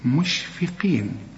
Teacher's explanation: الفه مرققة والقاف في آخر درجات التفخيم